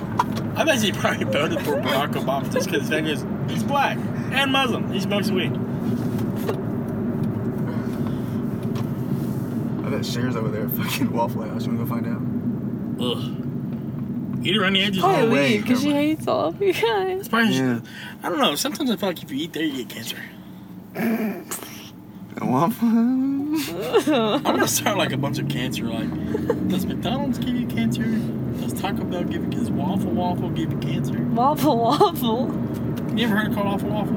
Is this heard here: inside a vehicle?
yes